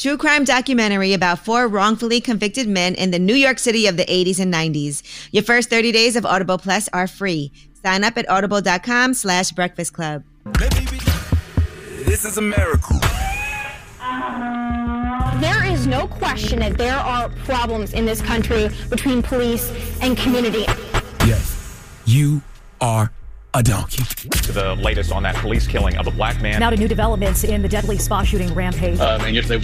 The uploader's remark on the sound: Today on the show we opened up the phone lines